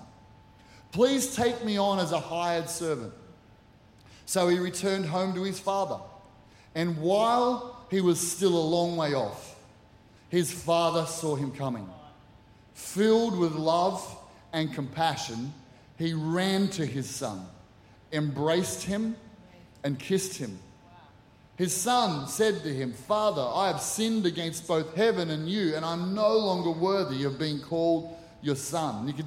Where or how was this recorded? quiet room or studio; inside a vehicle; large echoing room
large echoing room